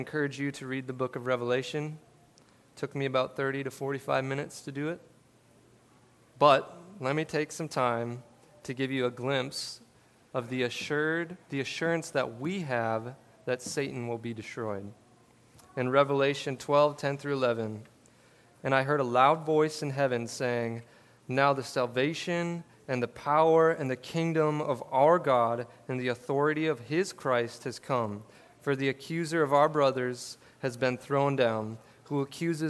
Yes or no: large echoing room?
yes